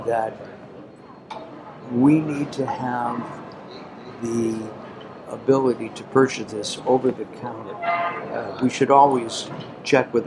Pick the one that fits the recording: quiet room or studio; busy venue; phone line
busy venue